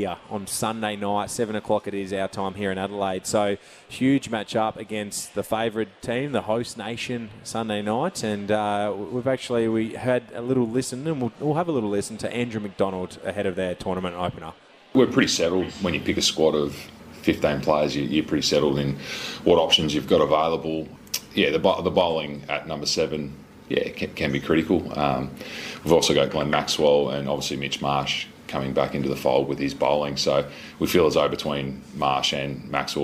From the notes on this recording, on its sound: live from Angle Park for Greyhound Racing SA’s Adelaide Cup night